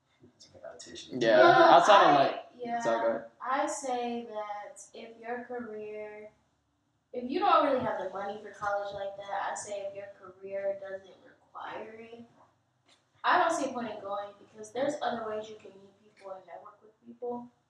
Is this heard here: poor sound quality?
yes